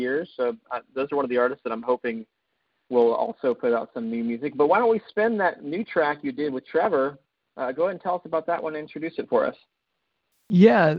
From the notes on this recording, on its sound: CALL IN LINE.